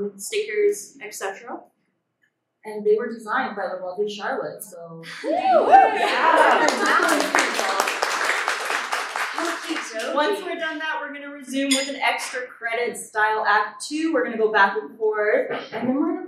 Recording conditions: poor sound quality